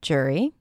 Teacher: J, J, and not jury, but jury, jury. Some people might reduce the sound and just pronounce it as jury with an er as in stir, jury. But both are okay, whatever is easier for you.